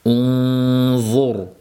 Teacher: Unzur bu yerda ham demak voda tilimizning uchi tishimizning uchiga tegar emas voni talaffuz qilishga tayyor turish kerak, havoni dimog'iga yo'naltirishimiz kerak va ikki harakat miqdorida unzur deb talaffuz qilinadi · Term: ixfo